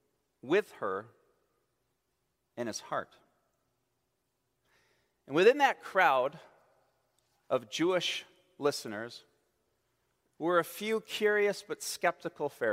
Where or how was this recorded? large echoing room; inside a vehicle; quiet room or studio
large echoing room